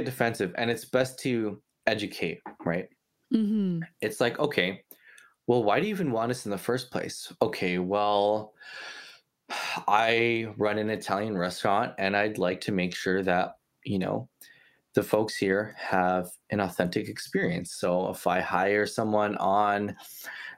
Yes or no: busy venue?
no